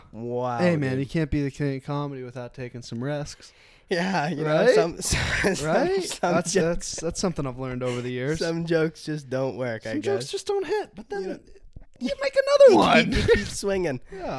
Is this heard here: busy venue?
no